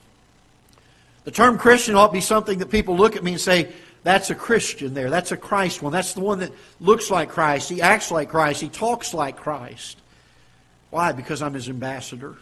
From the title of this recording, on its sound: Ketha Heights Baptist Church ~ Live Broadcast